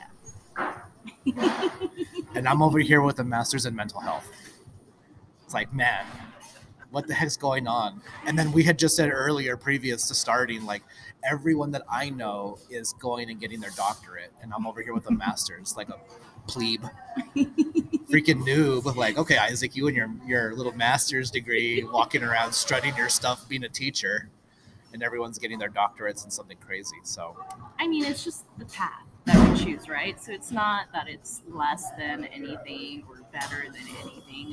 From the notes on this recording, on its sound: I sit down IN starbucks (pardon the noise).